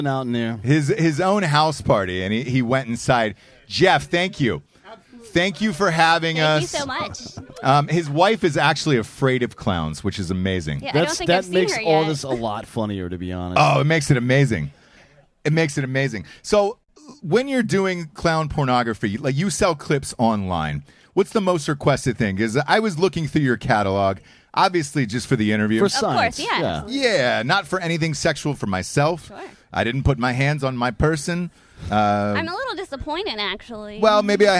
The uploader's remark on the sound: live from a Drinkin' Bros house party in Florida